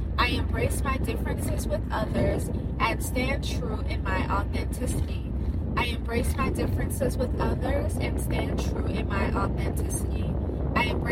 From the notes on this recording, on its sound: I recorded this while driving so it's gonna be annoying to hear me.